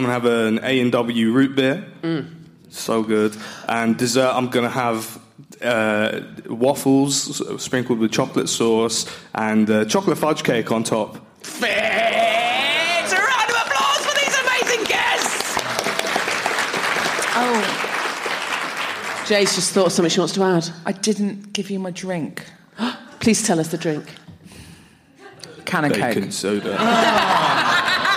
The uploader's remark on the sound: Live at the Machynlleth Comedy Festival. This episode was recorded live.